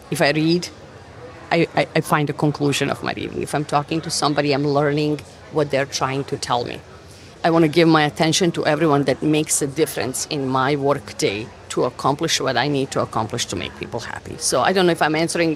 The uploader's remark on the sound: LIVE from Pittsburgh MiniCon.